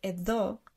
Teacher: Because edo is written with delta. And yeah. we pronounce it as that TH sound, like then, there.